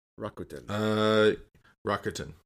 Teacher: So in other words, there's no emphasis on any syllable.